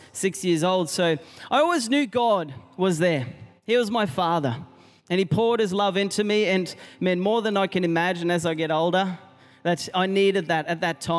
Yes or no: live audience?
yes